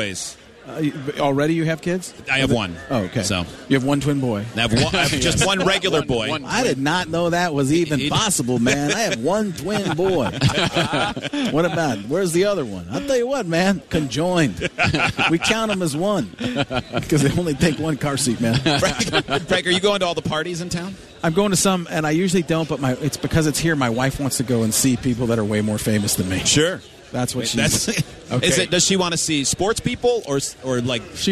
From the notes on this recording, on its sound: Broadcasting live from Radio Row at the Super Bowl. This time, we are in Phoenix for Super Bowl XLIX.